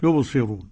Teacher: ورش يرقق، ورش يرقق الراء · Term: الترقيق